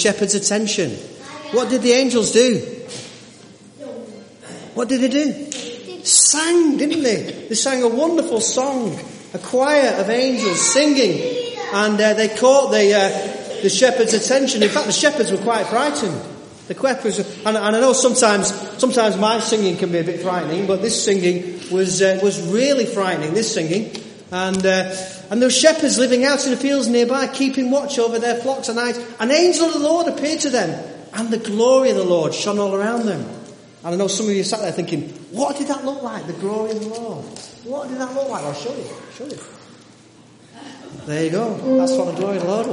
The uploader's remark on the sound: This sermon was part of the annual Nativity play. Audience participation was involved.